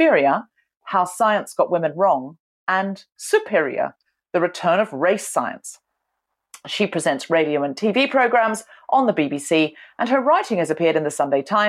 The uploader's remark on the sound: Recorded 4 March 2021 via Zoom.